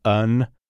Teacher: pronounced like a schwa sound, like the unstressed the as in above